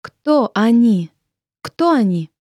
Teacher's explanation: Note again the rising intonation.